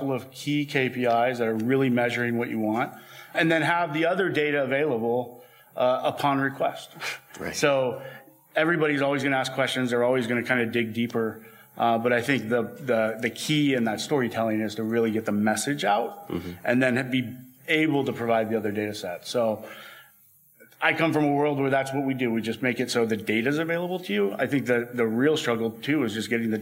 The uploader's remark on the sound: Recorded live at the 2019 Incite Group Brand Marketing Summit in San Francisco.